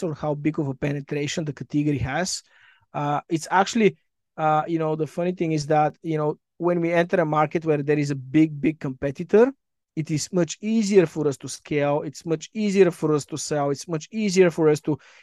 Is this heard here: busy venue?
no